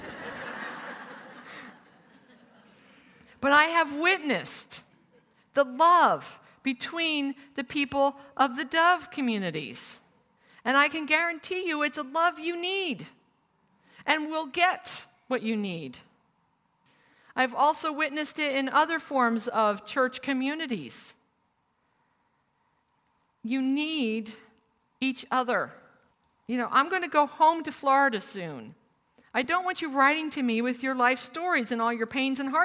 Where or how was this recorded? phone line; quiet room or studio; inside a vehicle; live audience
live audience